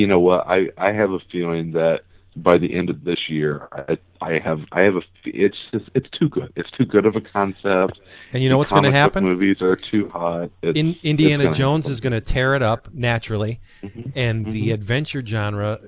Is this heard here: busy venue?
no